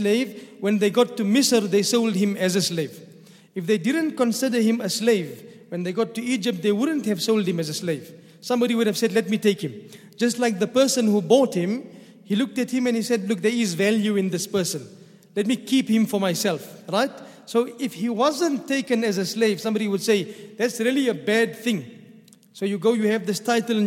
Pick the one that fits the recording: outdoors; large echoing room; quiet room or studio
large echoing room